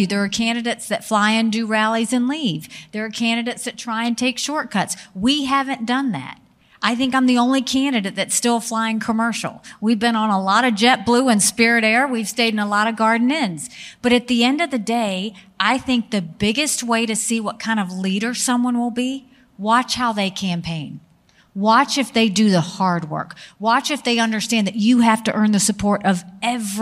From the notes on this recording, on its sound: on stage at The Gathering